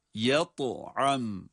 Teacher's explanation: ta harfinde kalkale sıfatı sebebiyle cezimli okunduğu için kalkale okuyoruz, kalkale yapıyoruz